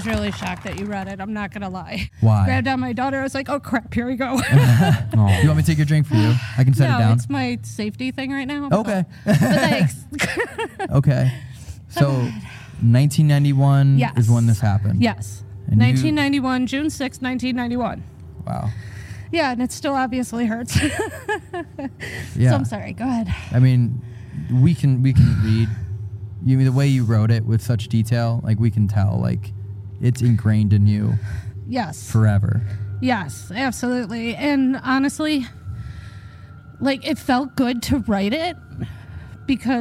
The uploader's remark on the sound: (01:18) Live Show Start. This episode was filmed in front of a live audience at the haunted Old Joliet Prison in Joliet, IL.